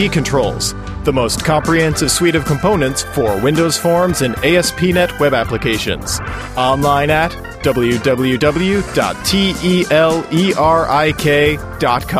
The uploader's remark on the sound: Live from Tulsa Tech Fest 2006